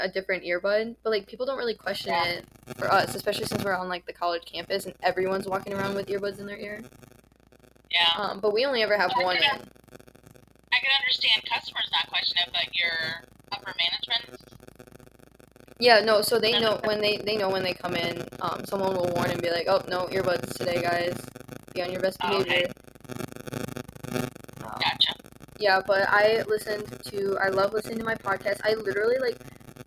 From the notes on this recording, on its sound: The audio is really annoying on this one.